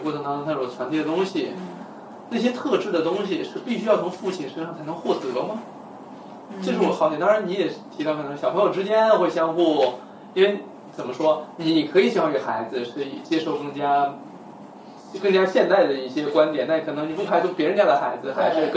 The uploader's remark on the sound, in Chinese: 声音录制有些问题，我录制的那个版本因为衣服摩擦麦克风会有杂音。录视频的音频拿出来仍然有杂音。